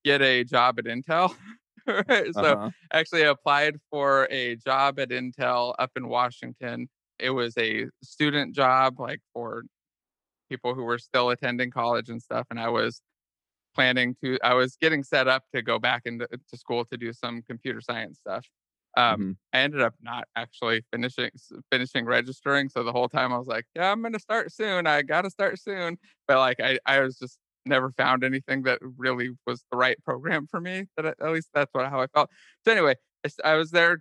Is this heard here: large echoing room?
no